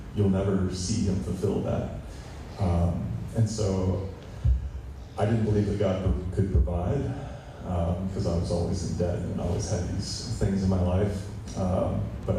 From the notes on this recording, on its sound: Please be patient with the audio on this one, but it is worth listening anyway...